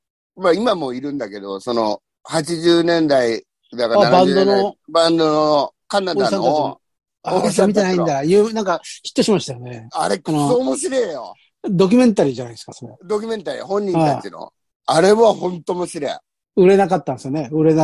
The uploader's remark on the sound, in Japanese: ZOOMで収録